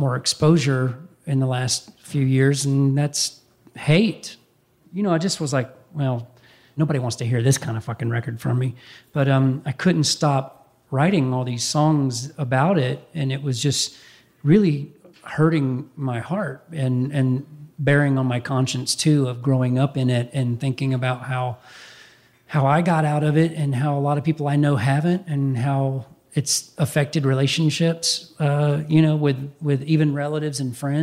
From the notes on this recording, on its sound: taped live last month (just before coronavirus made such gatherings impossible) at the Catalina Jazz Club in Hollywood